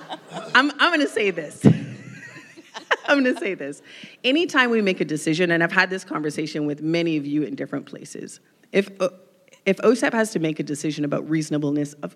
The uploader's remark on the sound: Thank you all for listening to part two of our special live episode of "A Date with Data" with OSEP at IDC's ii23.